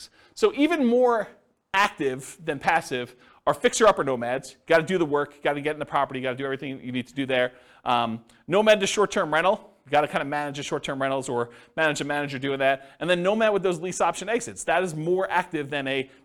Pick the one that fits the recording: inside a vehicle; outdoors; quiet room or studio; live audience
live audience